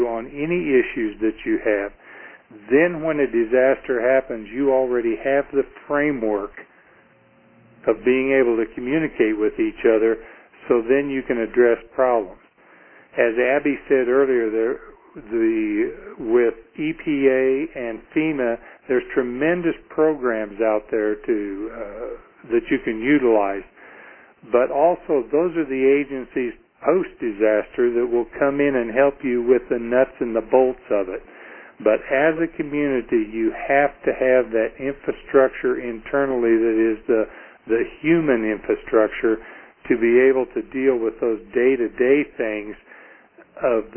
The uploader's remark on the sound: Call recorded on October 13, 2011.